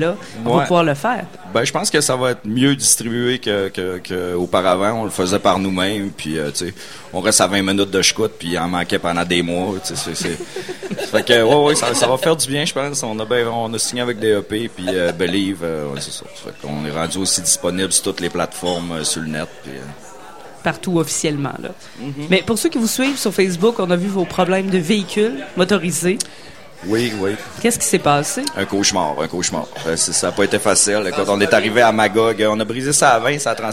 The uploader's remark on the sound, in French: Lors de leur passage au Festival d'été de Québec, en direct du bar Le Sacrilège, sur les ondes de CKRL 89,1.